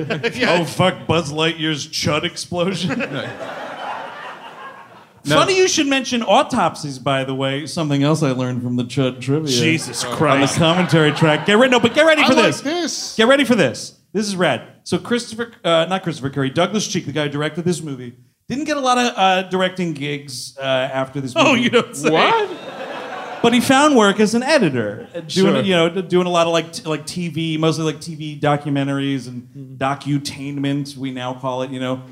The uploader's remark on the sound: C.H.U.D. (Live in Brooklyn). The gang is live from the Bell House in Brooklyn. Live on stage.